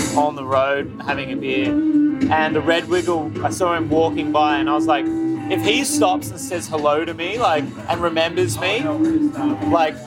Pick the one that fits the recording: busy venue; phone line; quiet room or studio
busy venue